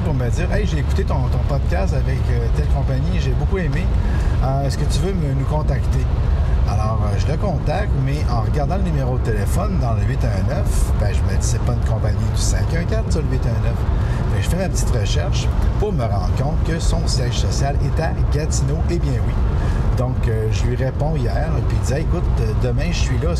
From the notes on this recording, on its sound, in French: DE L'ONTARIO (J'ÉTAIS SUR LA 417 EN DIRECTION DE MONTRÉAL, MAIS ÇA COMPTE!). Mon premier podcast enregistré en roulant! Les gouttelettes qui frappent dans le pare-brise créent un bruit de fond.